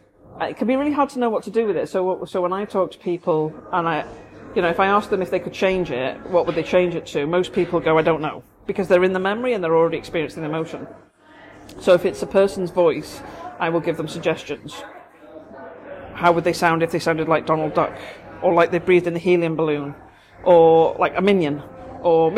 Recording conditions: background noise